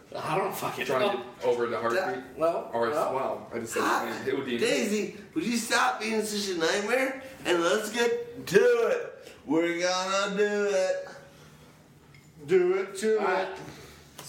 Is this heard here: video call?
no